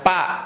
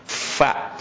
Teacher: enggak ada P kalau bahasa Arab, adanya F · Shown in: second take